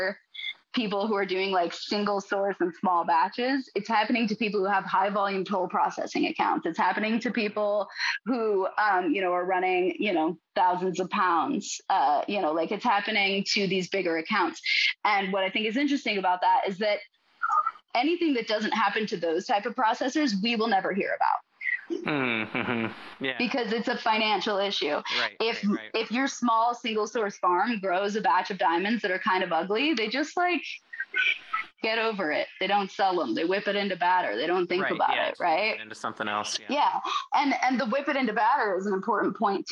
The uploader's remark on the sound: Due to some technical difficulties on the day of recording, this discussion was recorded on Zoom instead of our usual platform, resulting in some compromised audio quality.